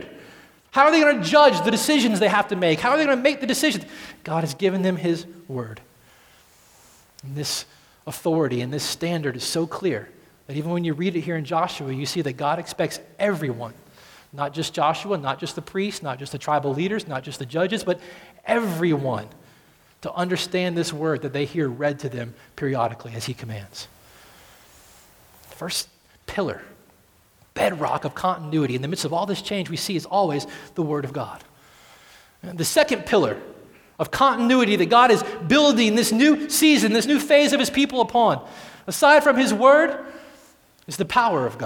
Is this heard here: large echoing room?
yes